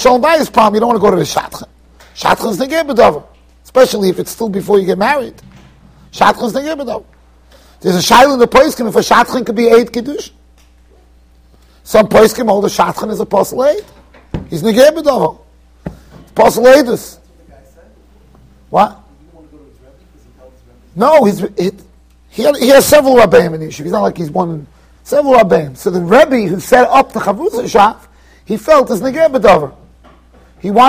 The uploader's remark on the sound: Shiur recorded in Yeshivas Ohr Reuven, Monsey NY.